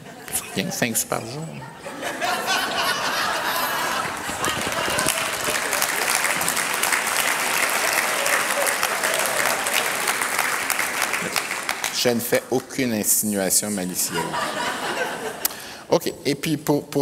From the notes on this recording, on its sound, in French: Conférence de clôture du colloque 2012 de l'AQPC, à Gatineau.